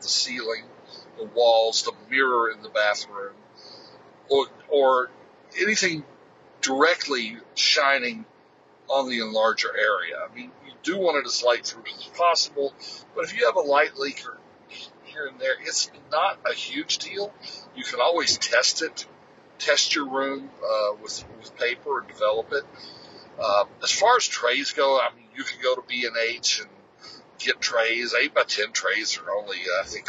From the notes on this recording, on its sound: Trying a new format in that I recorded it on my phone during my daily commute.